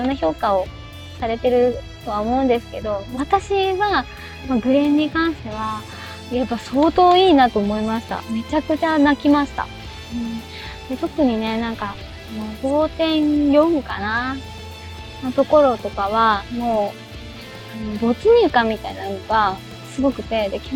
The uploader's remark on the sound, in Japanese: 音悪。運転中に録音したので、音声悪いです。実験で一人でしゃべってみました。